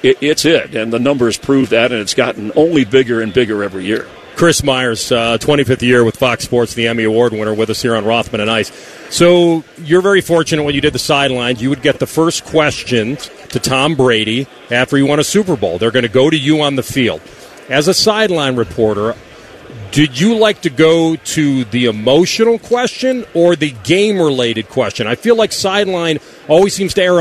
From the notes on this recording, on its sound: Live from Radio Row in Vegas!